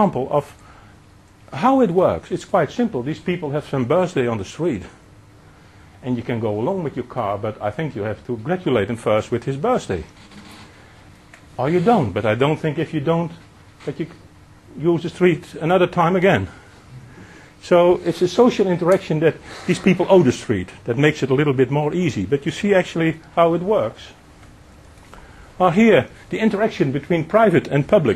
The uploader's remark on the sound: One of a broad lecture series organised by Urban Design London